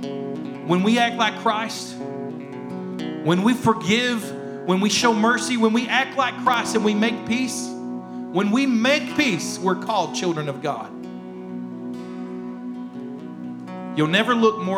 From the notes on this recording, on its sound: rebroadcast of our service